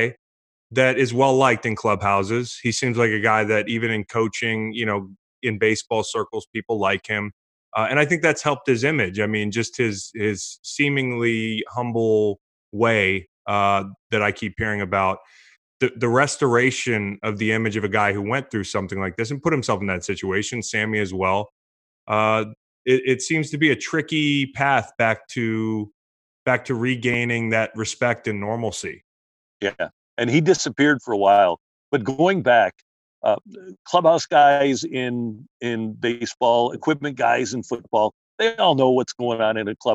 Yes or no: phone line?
no